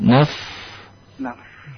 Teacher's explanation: itu bertemunya perut bibir yang bawah dengan gigi, gigi seri yang atas